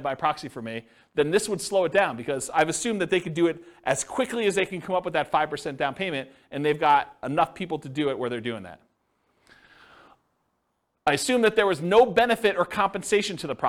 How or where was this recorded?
live audience